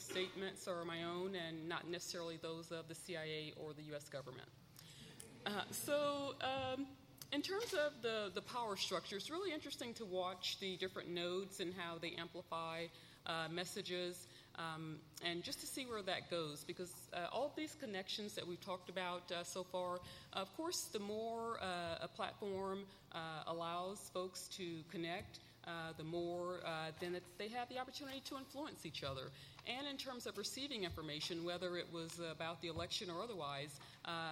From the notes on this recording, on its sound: Social Media: 2020 LIVE at the Annual Conference. At the 28th Annual Review of the Field of National Security Law Conference.